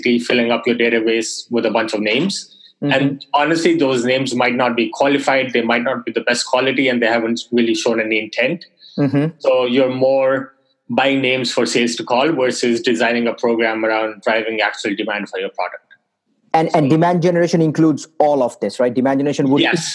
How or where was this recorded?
video call